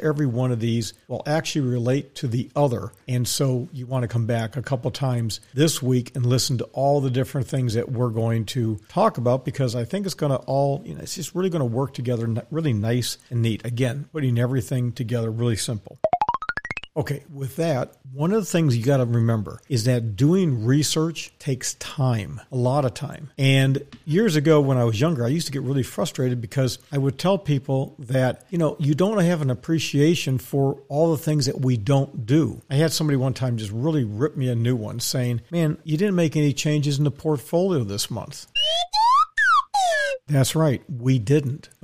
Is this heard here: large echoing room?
no